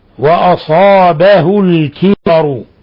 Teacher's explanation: لاحظوا تفخيم الألف لأنها مسبوقة بحرف استعلاء صا